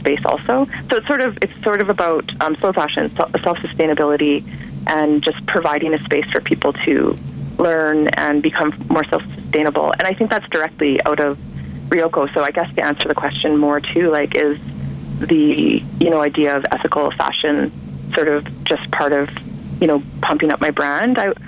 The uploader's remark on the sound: on the phone for the February edition of Bike Bits